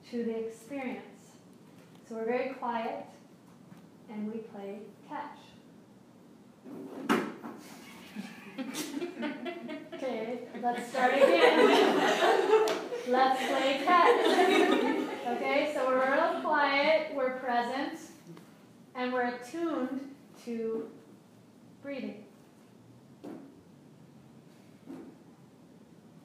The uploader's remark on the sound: This is a live excerpt from ‘The Adventures of Super Stretch Mindfulness & Yoga Fitness Program For Children™ Yoga Enrichment Workshop’ lecture for a group of wellness professionals.